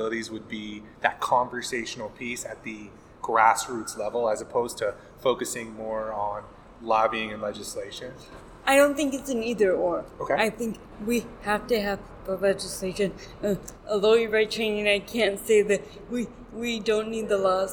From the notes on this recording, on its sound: we were able to record live at the 2024 El Dorado Charter SELPA Inspiration to Action Symposium